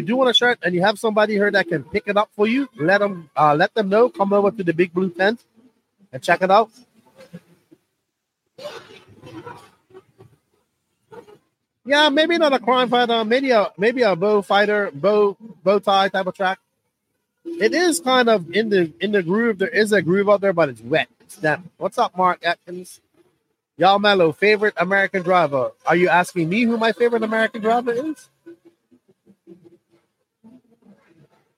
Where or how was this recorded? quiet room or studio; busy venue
busy venue